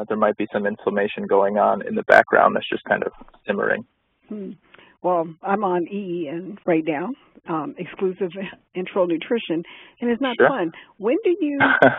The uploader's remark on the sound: phone Call